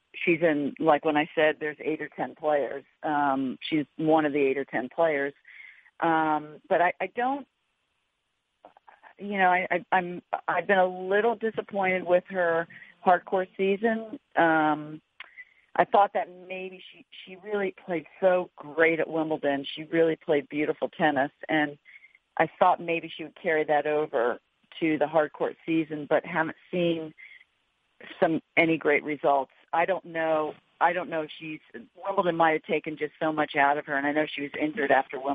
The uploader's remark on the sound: U.S. Open Conference Call